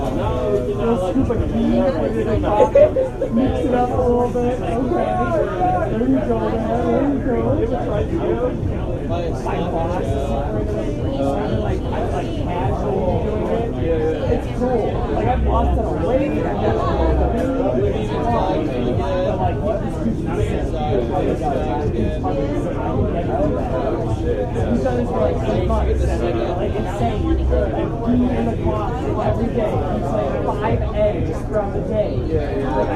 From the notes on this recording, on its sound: Sounds like a party & the file name places this on west Belmont in Chicago